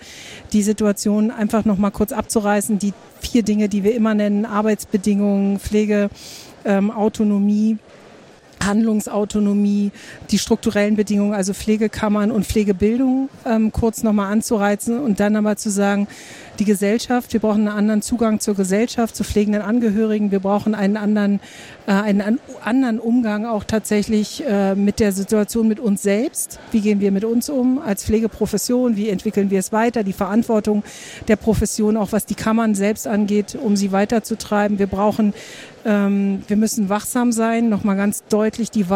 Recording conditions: busy venue